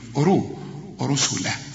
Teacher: برضو الراء المضمومة مفخمة، لكن في آخر درجة، في ثالث درجة من إيه؟ من التفخيم.